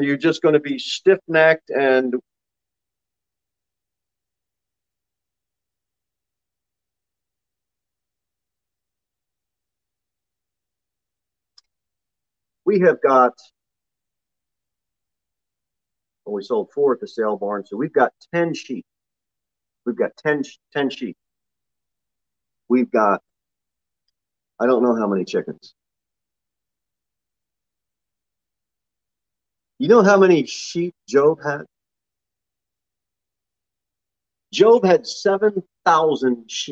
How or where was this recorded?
large echoing room